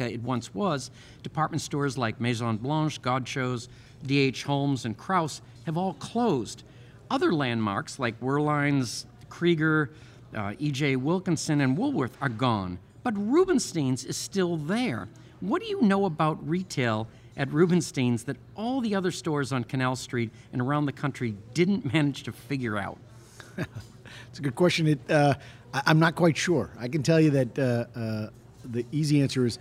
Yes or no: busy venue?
yes